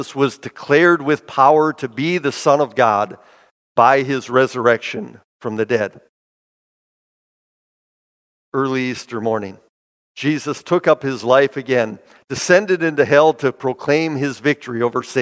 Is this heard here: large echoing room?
yes